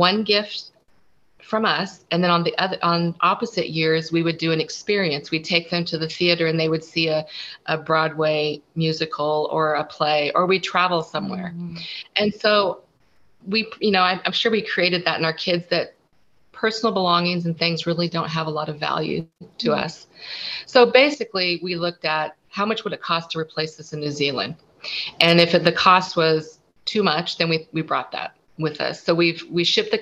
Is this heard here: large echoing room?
no